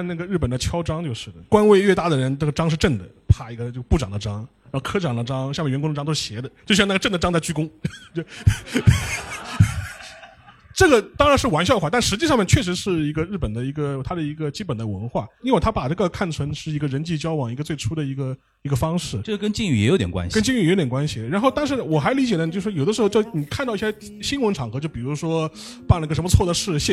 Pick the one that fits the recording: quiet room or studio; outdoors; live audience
live audience